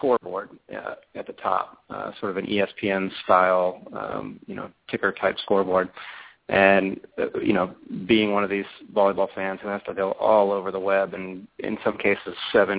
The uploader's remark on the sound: Called in from the airport. Checks in from North of the boarder.